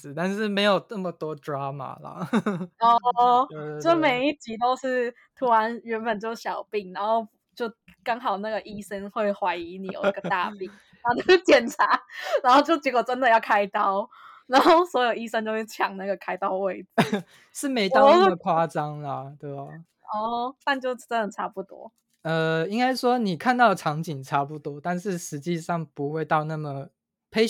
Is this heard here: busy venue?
no